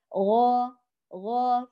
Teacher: فنراعي التفخيم وأيضا نأتي بها مجهورة نقية بدون صوت الغرغرة